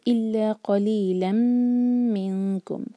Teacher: ادغام غنہ کے ساتھ تنوین کے بعد میم آ رہا ہے